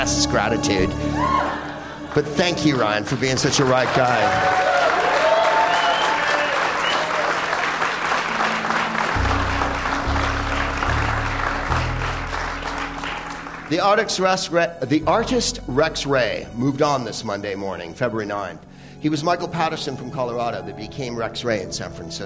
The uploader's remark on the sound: Live from the Upfront Theater in Bellingham